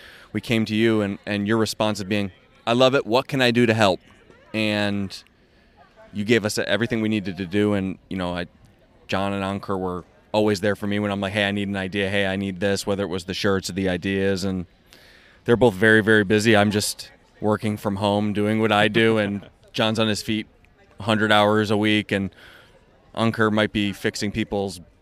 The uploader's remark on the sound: RunDisney Live from the Boardwalk